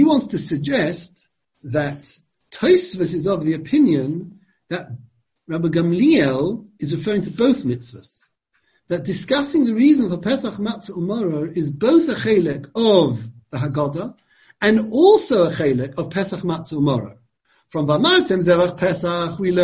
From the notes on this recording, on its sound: Given over Zoom.